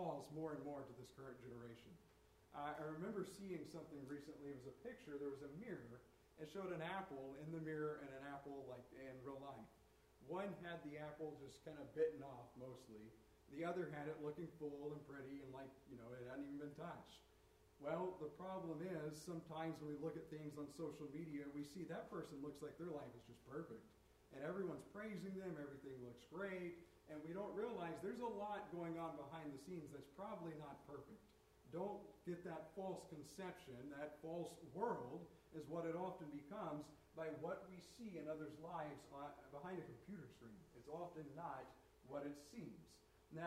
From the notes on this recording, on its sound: Turn the volume up high, this recorded a little poorly.